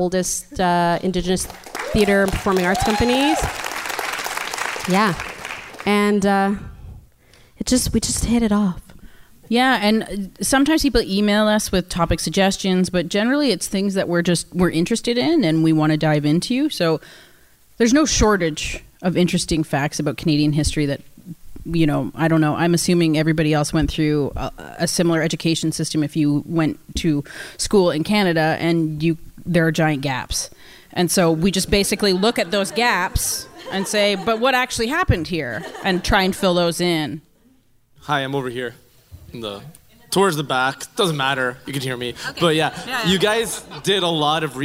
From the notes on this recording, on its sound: Bonus from Toronto Live show. The Q&A from our live show at the Hotdocs Podcast Festival in November 2018.